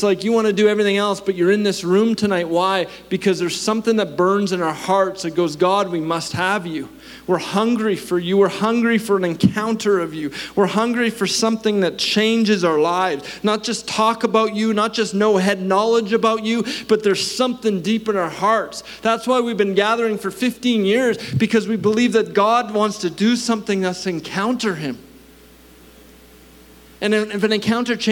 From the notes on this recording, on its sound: At our Edmonton Gathering in May, 2023 at Known Victory Church.